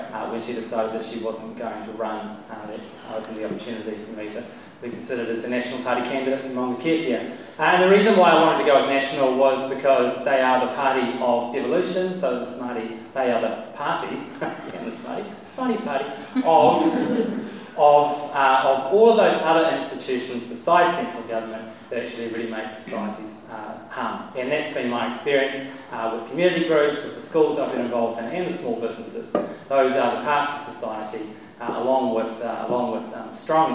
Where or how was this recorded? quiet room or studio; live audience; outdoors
live audience